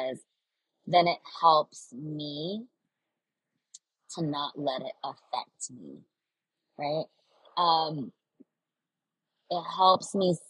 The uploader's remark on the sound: I apologize for the horrible audio quality! I felt called to record an episode while I was on a 1-hour drive.